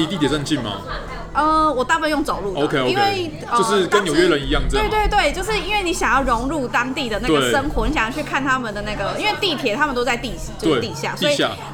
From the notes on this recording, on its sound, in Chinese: 本集白噪音指數：北風級 4/5。錄音地點：Heritage Bakery & Cafe。